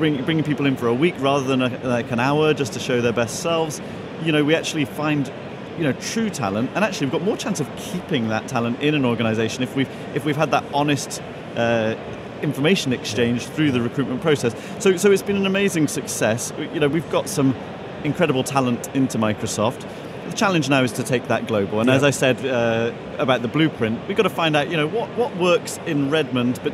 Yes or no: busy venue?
yes